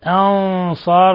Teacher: للظالمين من أنصار، نون ساكنة جاء بعدها الهمزة إظهار حلقي، أنصار نون ساكنة جاء بعدها الصاد إخفاء حقيقي